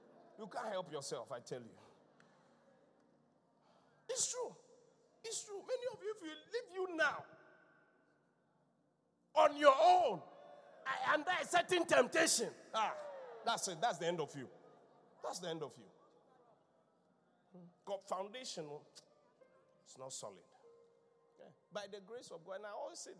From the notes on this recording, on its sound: Encounter Service. Preached at The Qodesh.